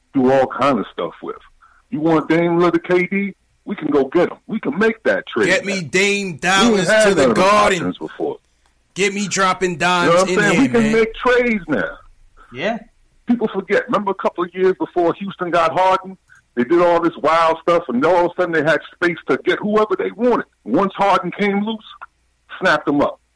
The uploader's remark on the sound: take live phone calls from Knicks fans across the globe